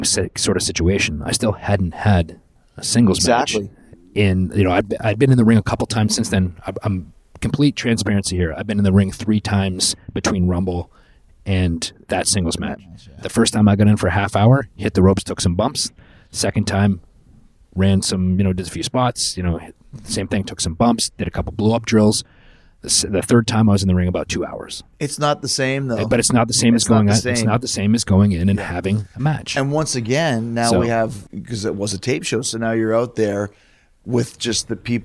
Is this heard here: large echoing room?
no